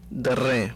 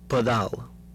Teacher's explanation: Contrast between the D stop and fricative